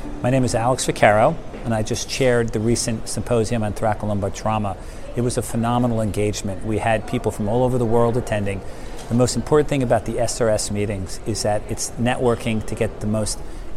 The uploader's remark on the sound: 29th IMAST | Session Moderator Live Interviews